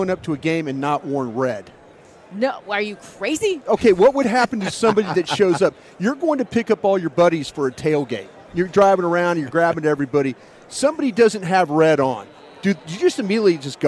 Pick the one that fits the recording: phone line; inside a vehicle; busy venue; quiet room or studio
busy venue